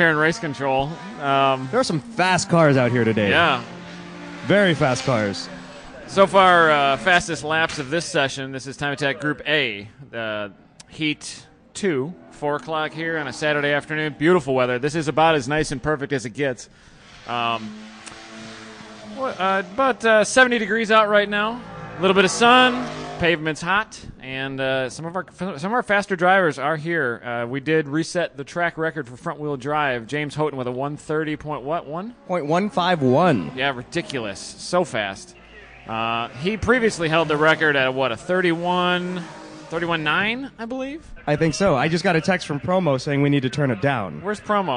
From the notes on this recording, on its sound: Live during #GRIDLIFE Special Stage announcing one of the afternoon sessions. Tortue the crowd with an average #slipangle show of babbling.